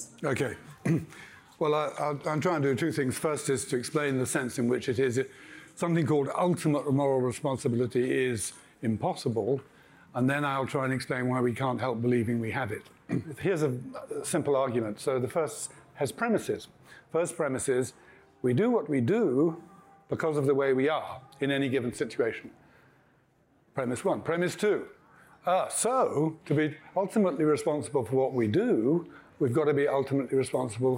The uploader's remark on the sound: This episode was recorded live at our philosophy festival HowTheLightGetsIn.